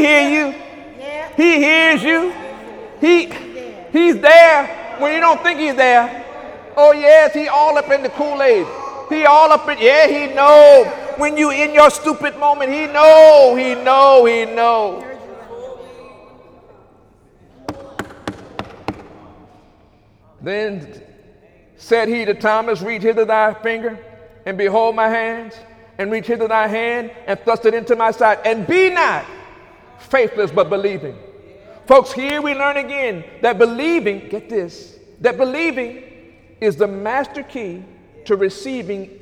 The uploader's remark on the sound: During Sunday morning service